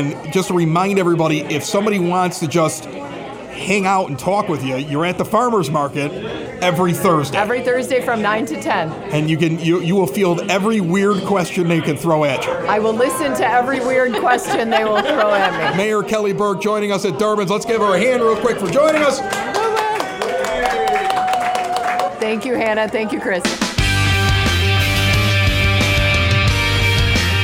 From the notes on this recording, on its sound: Recorded in front of a live audience! Durbins of Evergreen Park.